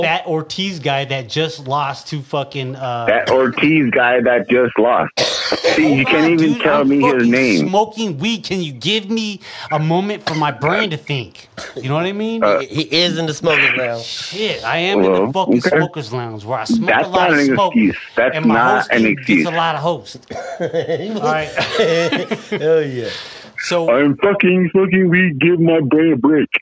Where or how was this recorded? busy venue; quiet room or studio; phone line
phone line